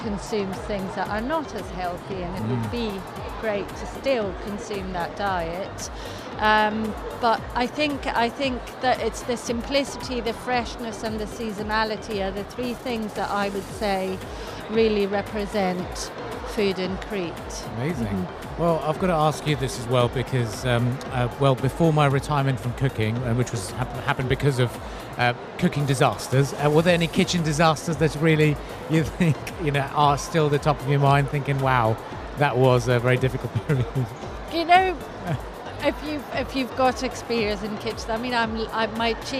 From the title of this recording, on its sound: Live at SIBF 2023